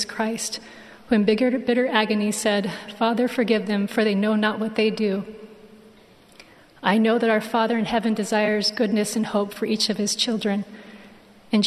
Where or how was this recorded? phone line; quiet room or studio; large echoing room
large echoing room